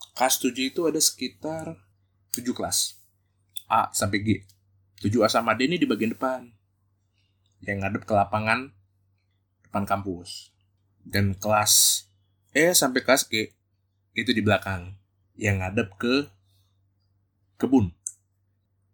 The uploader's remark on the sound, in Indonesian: Karena masih baru belajar audio editing, rekaman kali ini agak pipih dan sengau suara nya...